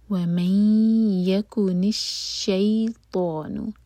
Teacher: ہم نون اور یا کو مرج کریں گے تو ناک میں آواز لے جائیں گے اور 2 سیکنڈس کا ٹائم دیں گے.